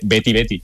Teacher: Y bueno, también es verdad que cuando oyes el himno a capela, pues la gente no dice Betis Betis, dice Betty Betty. O sea, la S del final es muda · Term: acento andaluz